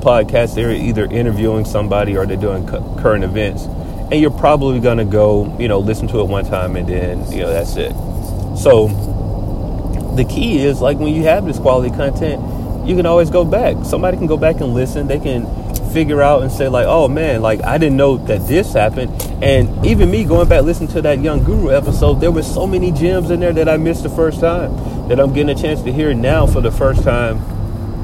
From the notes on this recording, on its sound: This week we record from the car again